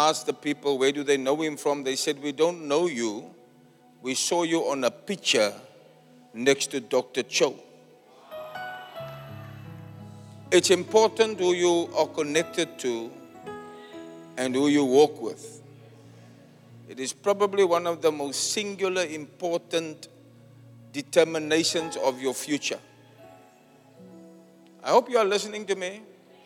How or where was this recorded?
large echoing room